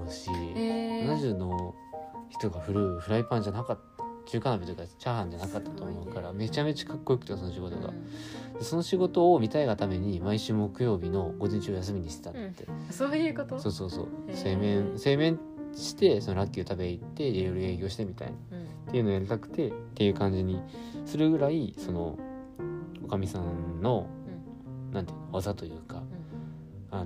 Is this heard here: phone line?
no